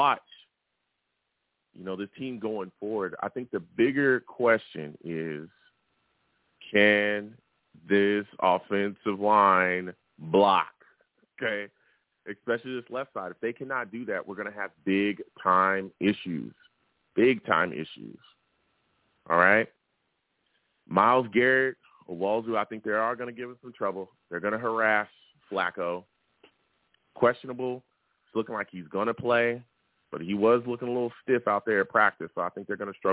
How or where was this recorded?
phone line